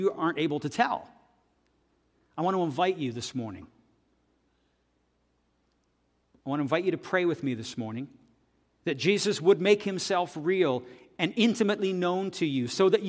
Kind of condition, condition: setting, large echoing room